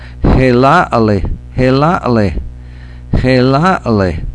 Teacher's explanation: Hear that little ah in the middle? Ah, it's kind of an echo vowel.